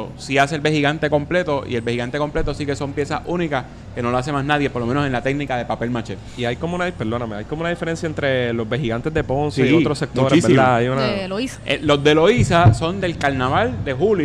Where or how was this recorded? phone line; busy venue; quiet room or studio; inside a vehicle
busy venue